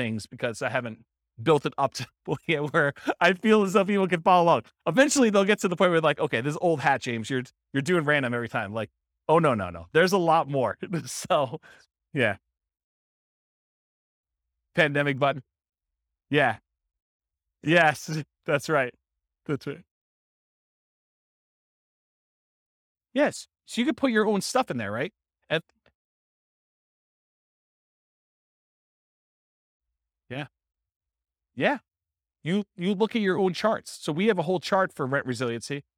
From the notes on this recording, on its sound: This was a live class recorded